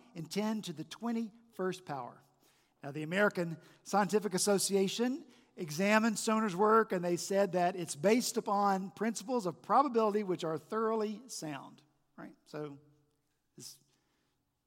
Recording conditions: large echoing room